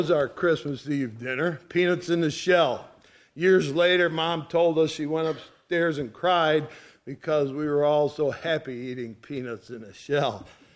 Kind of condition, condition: setting, large echoing room